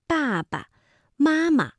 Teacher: 在现代文当中啊，有很多的叠字词，它是把第二个字变成轻声的